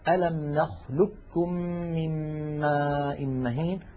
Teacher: إدغام القاف الساكنة في الكاف، وقلنا ليس لها إلا مثال واحد في القرآن الكريم وهو قوله تعالى في سورة المرسلات ألم نخلقكم من ماء مهين، ننطقه بكاف مشددة.